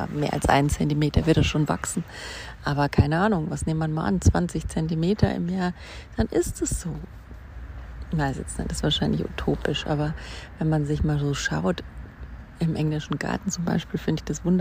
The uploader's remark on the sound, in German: live aus dem Park